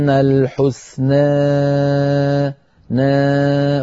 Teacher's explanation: فأنت لما قرأت الحسنى بالغت في الإمالة فقلت الحسنى، الحسنى هذه صارت إمالة كبرى، الحسنى نا شيء من رفع وسط اللسان · Term: إمالة صغرى